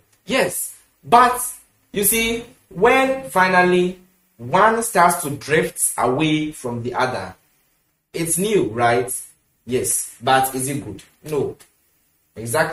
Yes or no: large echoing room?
yes